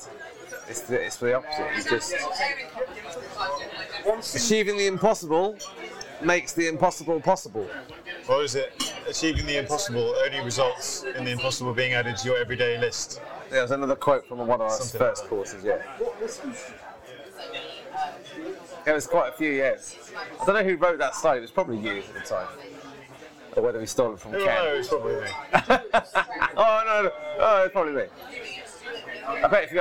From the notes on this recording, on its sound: Recorded in the nearly 500 year old pub Ye Olde Mitre in London